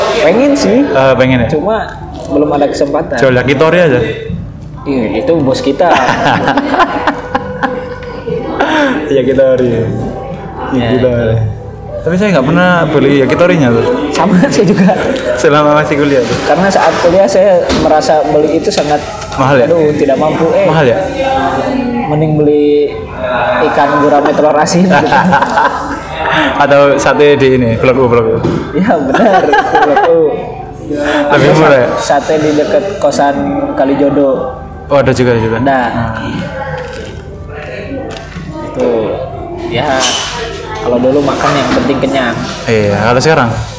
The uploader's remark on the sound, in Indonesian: kami rekaman di dalam cafe Jendela (Tembalang)